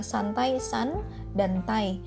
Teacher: Ai itu menjadi satu dalam satu suku kata yang sama dalam tai · Term: diftong